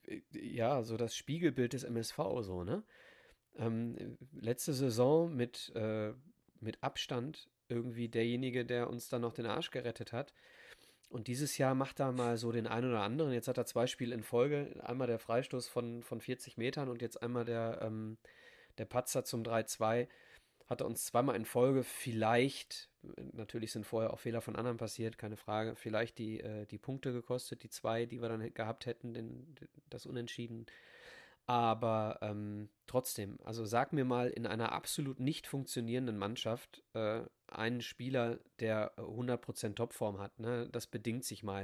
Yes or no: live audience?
no